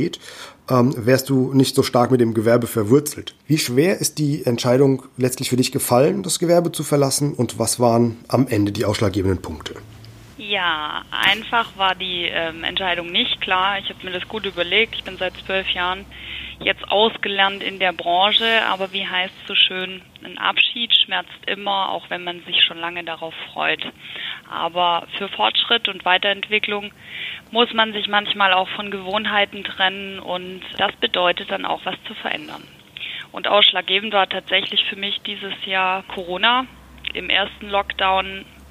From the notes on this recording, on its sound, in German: Ich habe mit ihr am Telefon.